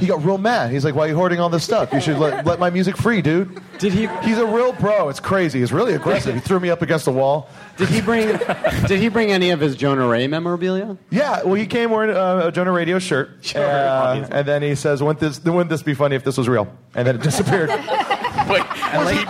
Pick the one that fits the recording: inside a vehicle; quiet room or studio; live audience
live audience